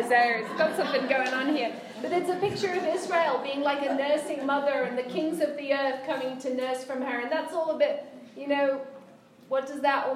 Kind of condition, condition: setting, live audience